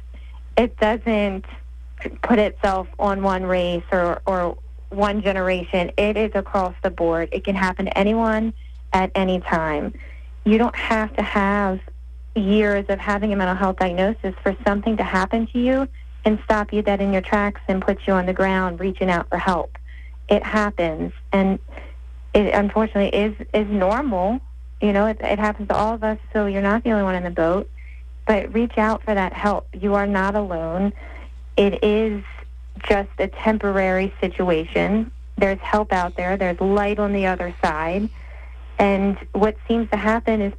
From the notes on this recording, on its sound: WNAV News Director. Has in studio part-time WNAV news anchor. Our guest, via phone.